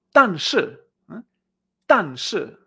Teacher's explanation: La 4-4 es como si fueran dos tiros, como decíamos al principio, dos golpes secos